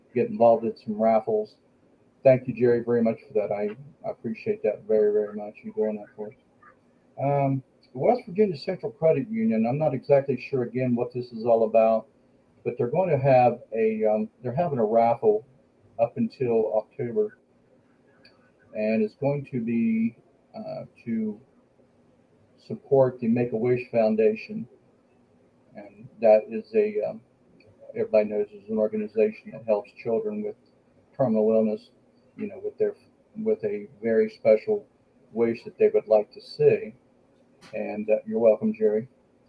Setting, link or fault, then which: fault, poor sound quality